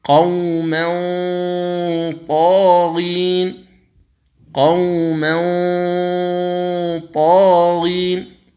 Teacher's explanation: استعلاء الغنة أو تفخيم الغنة عند الطاء لأنه من حروف الاستعلاء